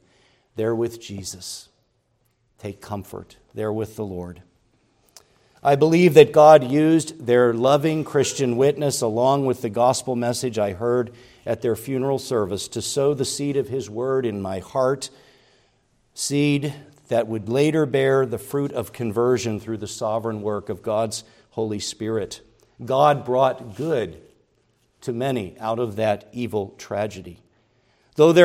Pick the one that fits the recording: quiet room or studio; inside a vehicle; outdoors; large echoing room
large echoing room